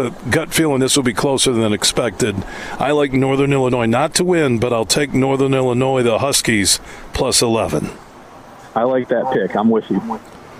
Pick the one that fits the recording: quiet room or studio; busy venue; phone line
busy venue